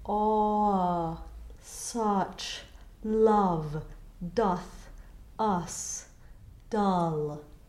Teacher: this vowel is an open O without the lips. · Term: upside down V · IPA: [ʌ]